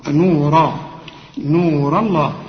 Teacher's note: هنا الراء هنا مفخمة، نورا نور الله، الراء مفخمة واللام بتاعت لفظ الجلالة مفخمة